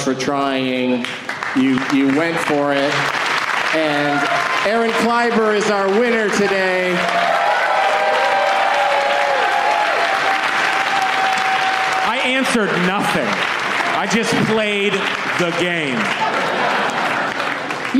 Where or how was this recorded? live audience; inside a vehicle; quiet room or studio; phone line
live audience